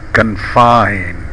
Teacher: When verb, say confine with the first vowel of about and a stressed bide vowel.